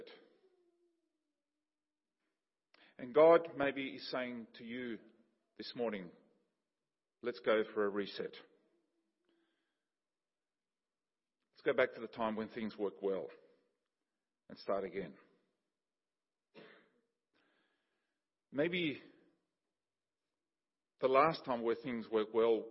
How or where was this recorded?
large echoing room